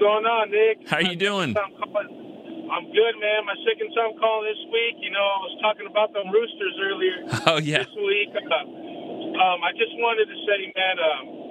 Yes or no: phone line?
yes